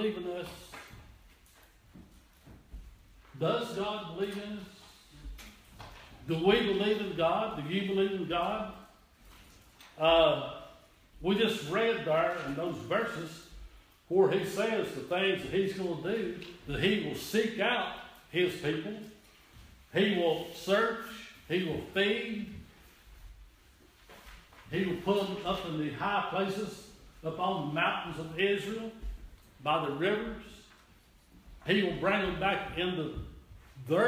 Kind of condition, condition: setting, large echoing room